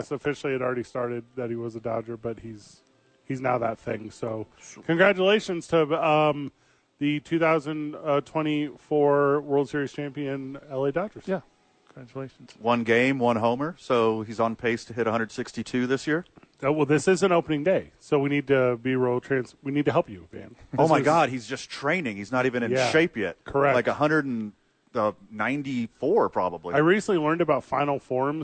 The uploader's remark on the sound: live at The Dukes Store